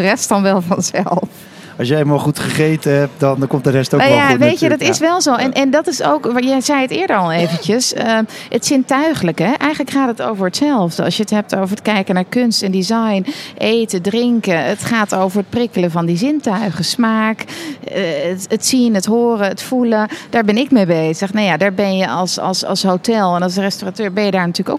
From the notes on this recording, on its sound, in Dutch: Vandaag live vanaf het ABN Amro World Tennis Tournament in Rotterdam over food en art.